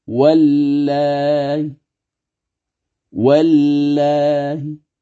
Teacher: القصر في الألف مع تسهيل الهمزة بين بين مع الروم